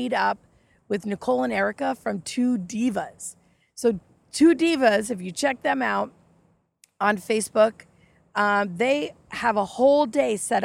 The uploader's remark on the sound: Live from the Intracoastal Waterway